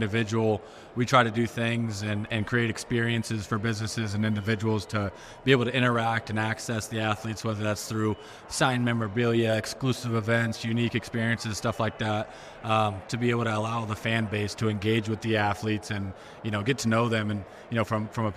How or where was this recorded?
busy venue